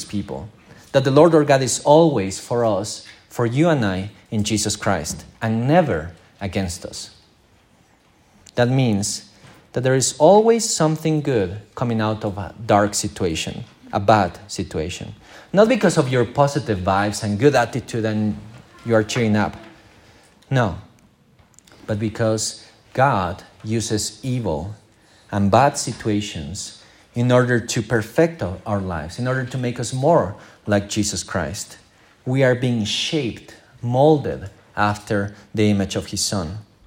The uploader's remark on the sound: This is the recording of our morning service.